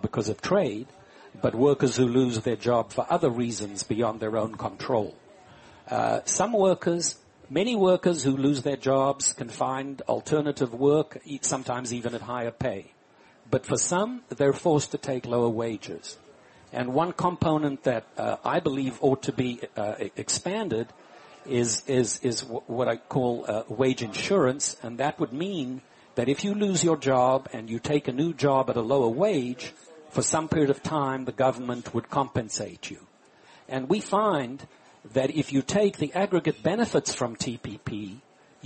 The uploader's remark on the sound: Live from Smith & Wollensky in Boston.